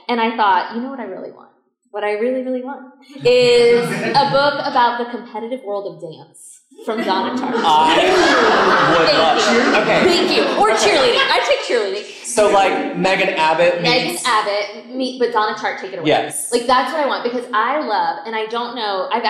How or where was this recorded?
live audience